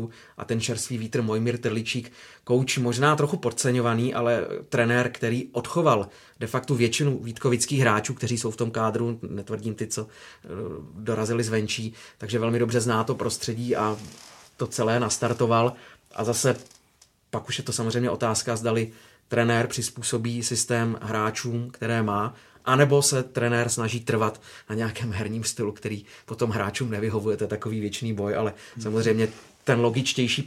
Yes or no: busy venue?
no